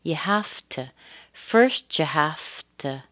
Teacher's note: have to is pronounced kind of like H-A-F-T, schwa.